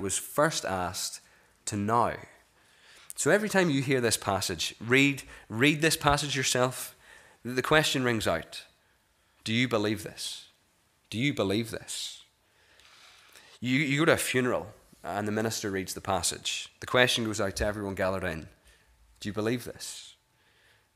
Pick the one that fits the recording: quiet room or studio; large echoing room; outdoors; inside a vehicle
large echoing room